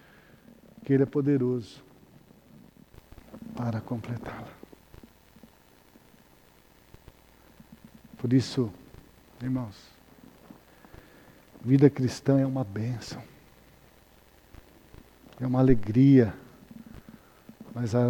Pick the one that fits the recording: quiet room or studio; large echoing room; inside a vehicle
large echoing room